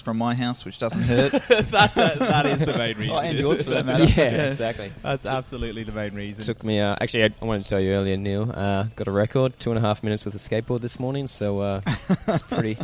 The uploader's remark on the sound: Burnley Brewing based in Bridge Road, Richmond. The episode was recorded at the brewpub.